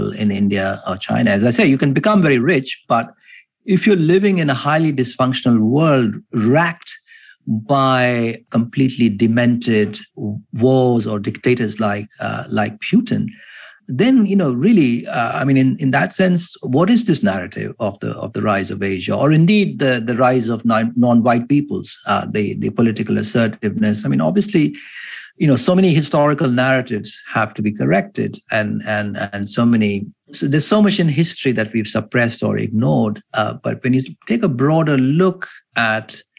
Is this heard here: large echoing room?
no